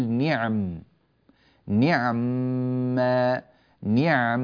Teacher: نسكن العين ونحافظ على ثباتها كأننا نقف، فنقول نعم نعم نعم، نثبت السكون جيدا. · Term: إسكان